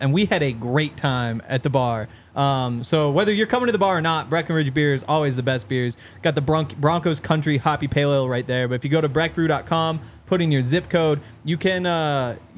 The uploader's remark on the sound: Coming to you LIVE from the DNVR Bar.